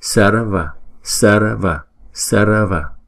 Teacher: Chữ R này là không có đọc lên thành chữ R mà đọc là đánh lưỡi lên thôi